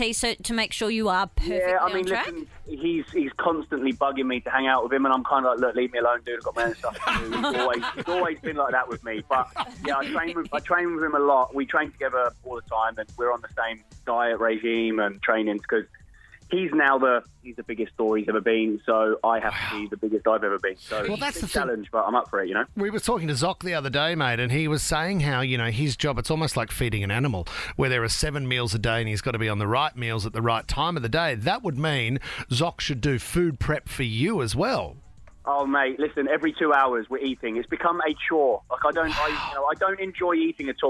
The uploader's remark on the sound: dials in to chat with us